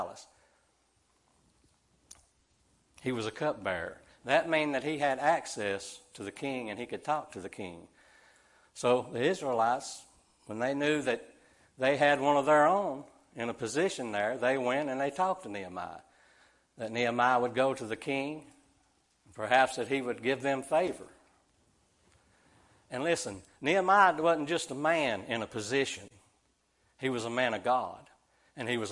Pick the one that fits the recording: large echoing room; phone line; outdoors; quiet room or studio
large echoing room